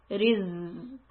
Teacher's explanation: I'm going to do this buzzing sound, riz. Push the air from between my teeth and give it a little extra time.